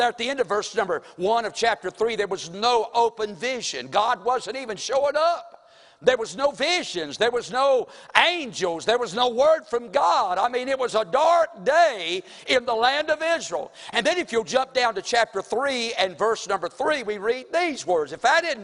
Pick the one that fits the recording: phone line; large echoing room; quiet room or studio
large echoing room